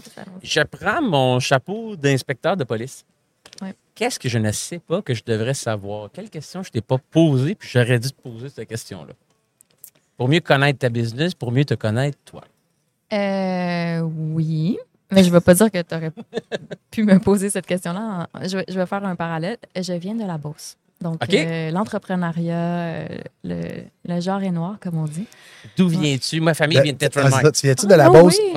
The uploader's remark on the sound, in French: en direct de Stratégies PME